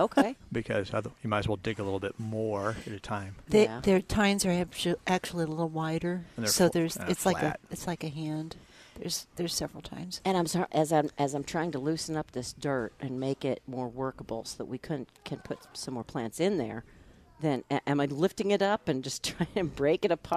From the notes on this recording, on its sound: Every Saturday live from Prairie Gardens.